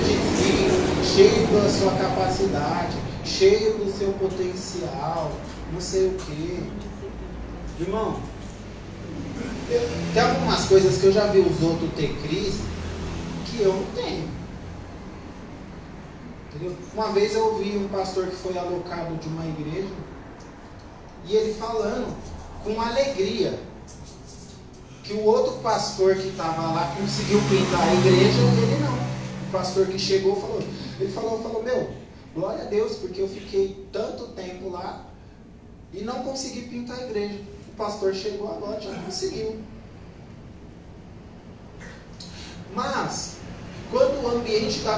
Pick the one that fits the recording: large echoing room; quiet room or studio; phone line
large echoing room